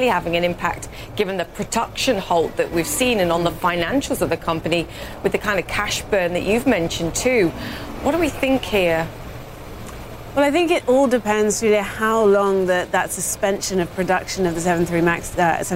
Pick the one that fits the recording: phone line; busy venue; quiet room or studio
busy venue